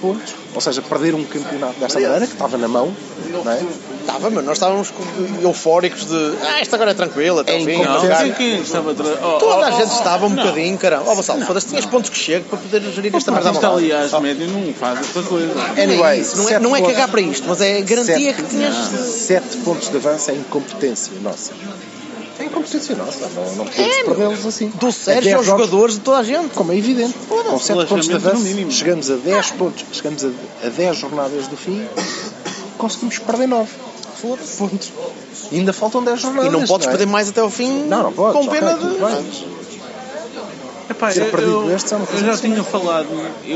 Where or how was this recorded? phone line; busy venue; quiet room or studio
busy venue